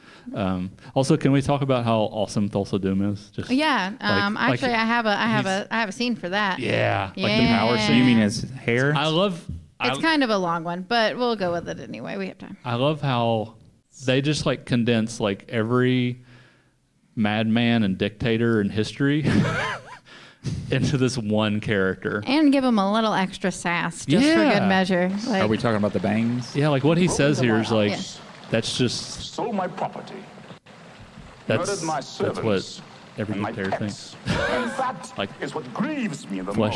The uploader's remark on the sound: Live at Herdcon! We were lucky enough to perform our first live show, this edition has been edited for smoother listening.